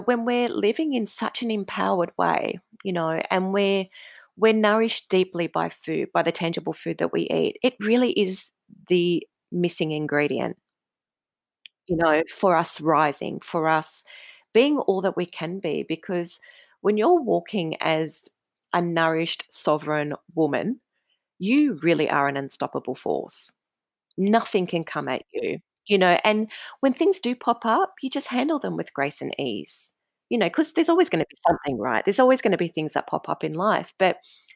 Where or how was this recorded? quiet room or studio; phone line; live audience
quiet room or studio